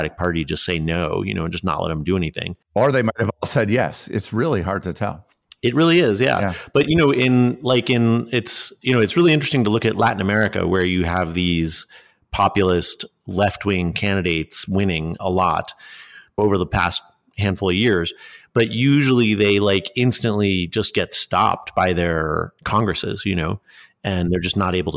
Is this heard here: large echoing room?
no